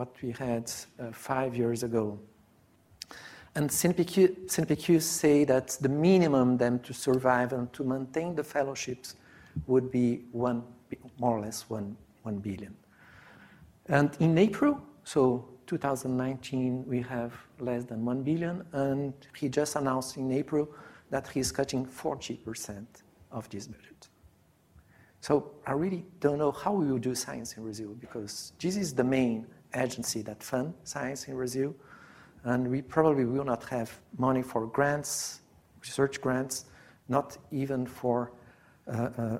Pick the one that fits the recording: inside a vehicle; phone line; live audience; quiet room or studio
live audience